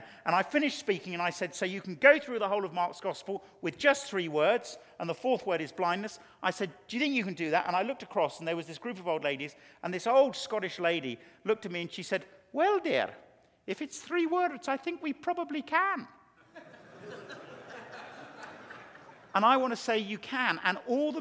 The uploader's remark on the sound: a Keynote Session at FG11